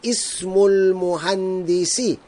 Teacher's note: I am pronouncing the hamza of ismun because nothing is written before it.